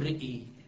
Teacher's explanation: فقط الترقيق يكون على الراء أما الألف تذهب في التقاء الساكن إذا وقفت على رأى تقول رئي فلما رئي لو أعجب القارئ أن يقف هنا تبين الإمالة في الألف وفي الراء